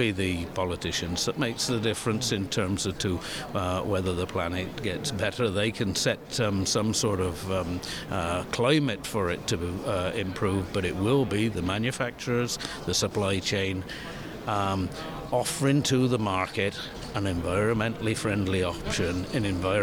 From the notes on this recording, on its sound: A series of interviews from the show floor at Ambiente 2024 in Frankfurt, Germany. Mega consumer products show Ambiente took place in the German city of Frankfurt at the end of January.